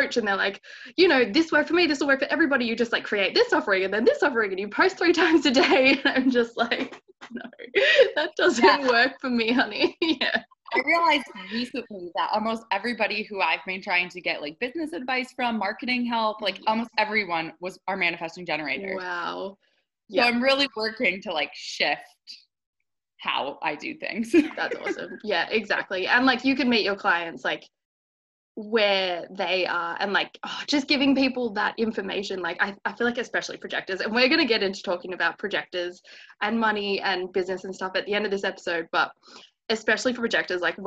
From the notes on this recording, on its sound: I had a really fun, casual chat over Zoom